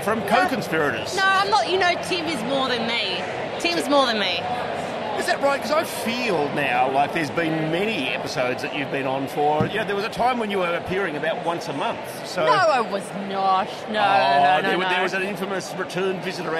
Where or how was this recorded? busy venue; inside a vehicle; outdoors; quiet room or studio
busy venue